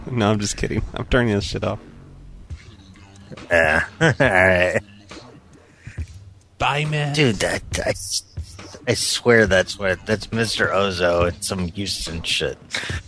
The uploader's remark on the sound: …'s Personal Prank Phone Calls Collection.